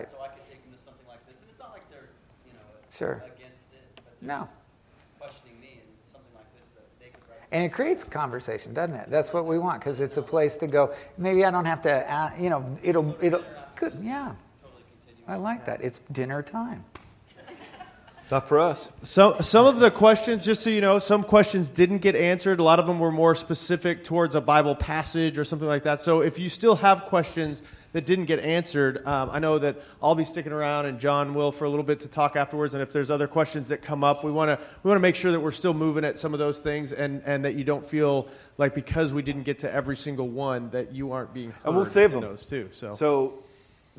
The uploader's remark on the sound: Recorded live in the worship center on the Irvine campus.